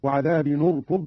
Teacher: قرأ قالون بضم أولى الساكنين وهو التنوين